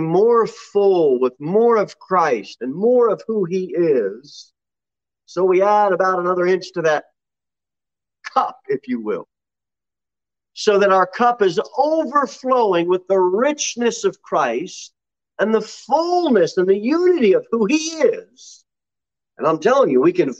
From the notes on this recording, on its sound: Sermon delivered at Pilgrim Baptist Church in Cookeville, TN